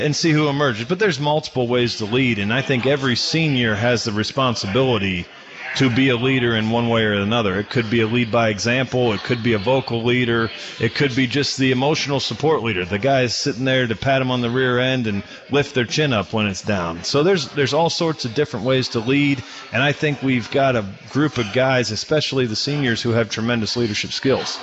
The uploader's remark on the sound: The Licking County Locker Room is broadcast live each week from Stein Brewing Company in downtown Newark.